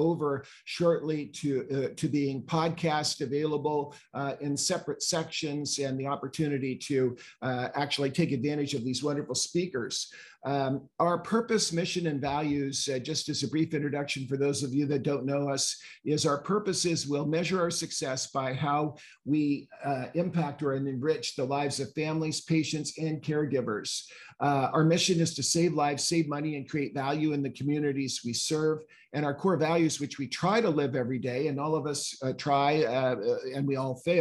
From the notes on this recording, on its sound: The live broadcast webinar.